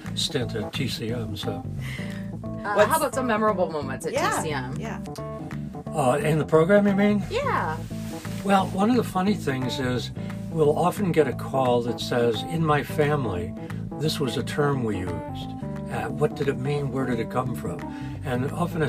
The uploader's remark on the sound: joins us in the UpNorthLive Hive party bus (AKA the news live truck!